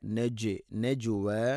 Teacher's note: നജ് ജീമിനെ കലക്കല ചെയ്യണം, കേൾക്കണം. നജ്വ അല്ല നജ്, നജ്വ.